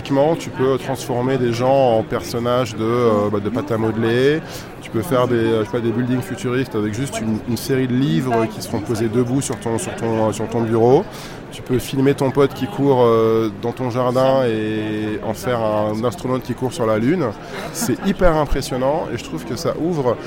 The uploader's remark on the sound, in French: Dans cet épisode, tu vas aussi vivre l'ambiance de l'événement et découvrir les backtages, les conférences, les participants...